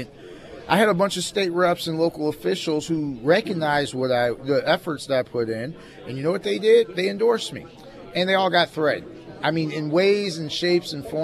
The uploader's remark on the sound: live at Scramblers Diner for the Friday Road Show